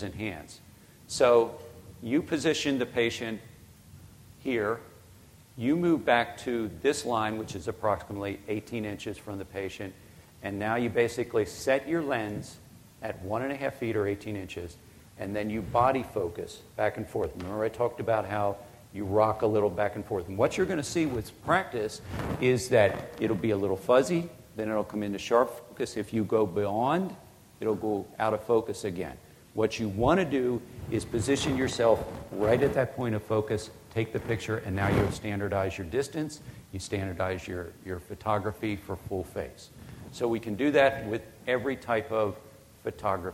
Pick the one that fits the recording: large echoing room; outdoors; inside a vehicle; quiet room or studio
large echoing room